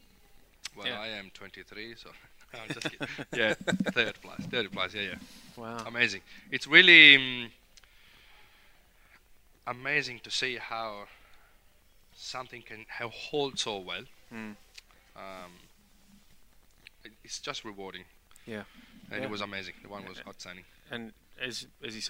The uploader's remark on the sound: King Valley Outside Broadcast-June 2021